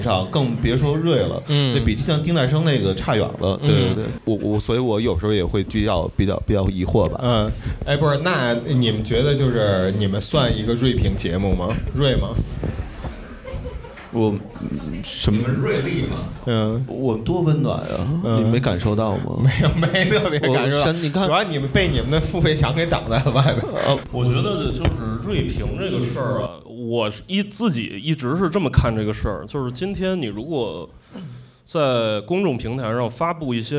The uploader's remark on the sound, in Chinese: 我们在北京举办了 音乐·聚我们——首届「播客松」+西海之声7周年聚会 活动。经过修整剪辑过的现场录音内容。现场录音设备协力品牌：Focusrite、RODE 麦克风。